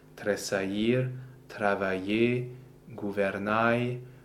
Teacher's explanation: The A stays on its own and the ILL function together as the glide. So it's not tressaillir, it's tressaillir.